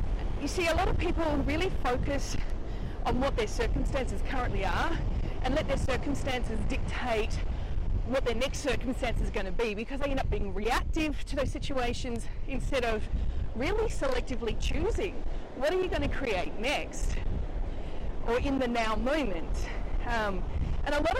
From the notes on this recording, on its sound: Apologies for the poor sound quality at the beginning. I recorded this while at the beach this morning. Unfortunately the sound playback isn't the highest quality.